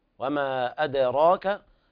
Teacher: الدال تقلقل وتقرب إلى الفتح، وقلقلة قرب إلى الفتح مطلقة، ولا تتبعنها بالذي قبل تجملة، كما أخبر مشايخنا رحمهم الله: قلقلة وقربت لفتح مخرجي على الأولى ثبت، كبيرة حيث لدى الوقف أتت، أكبر حيث عند وقف شددت.